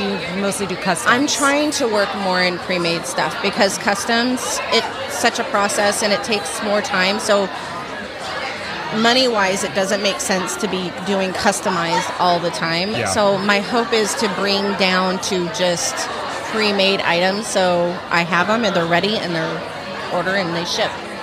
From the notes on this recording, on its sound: LIVE from HAVEN 2022